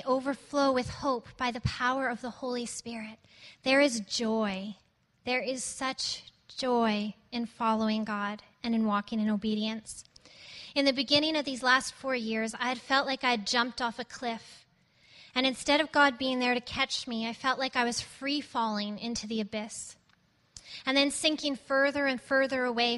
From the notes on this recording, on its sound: at Resurgence Edmonton on May 31, 2014